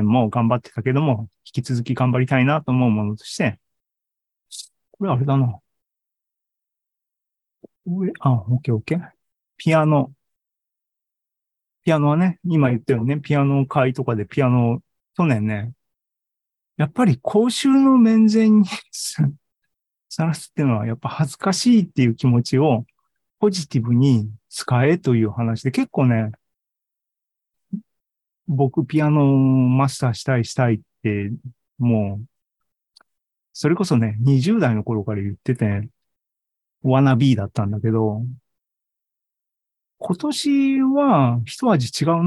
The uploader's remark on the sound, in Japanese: ２０２３年１月２５日に開催した ZOOMライブの模様です。